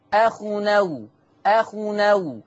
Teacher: هننقل فتحة الهمزة إلى التنوين · Term: النقل